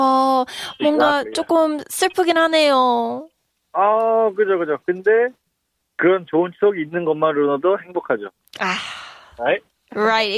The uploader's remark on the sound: Phone call. Getting connected to three of our listeners!